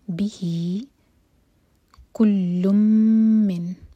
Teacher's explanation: لام کی تنوین کے بعد میم، ادغام غنہ کے ساتھ. من، نون پر اظہار.